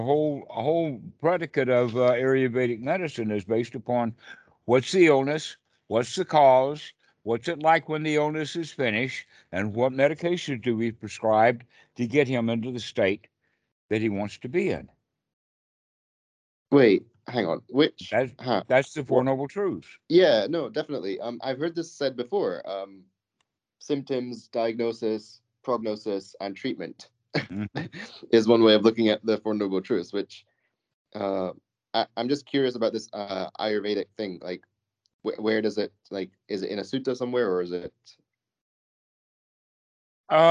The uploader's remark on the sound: skype calls